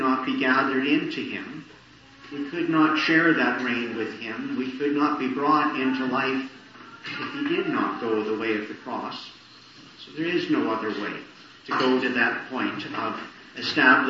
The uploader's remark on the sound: Morning Service. Preached in the Annunciation of the Blessed Virgin Mary, Ottawa. Poor sound quality.